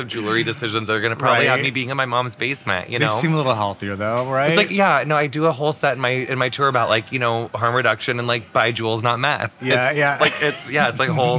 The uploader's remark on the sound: This episode of Dinner’s On Me was recorded at Bad Roman in NYC.